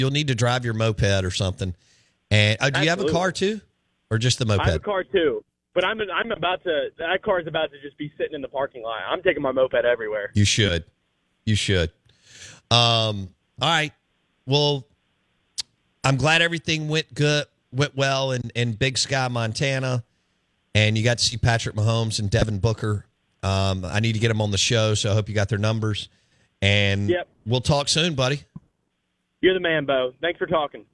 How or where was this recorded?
phone line